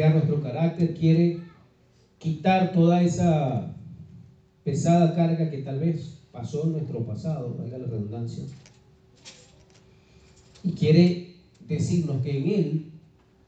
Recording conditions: large echoing room